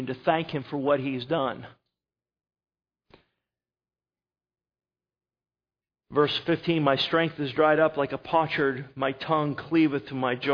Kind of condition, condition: setting, large echoing room